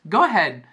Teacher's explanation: We almost don't say ahead. We just say go head. It almost sounds like we're saying head.